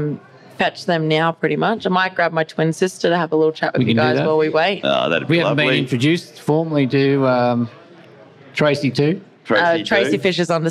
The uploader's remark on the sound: LIVE.....from Chrome in the Goldfields!!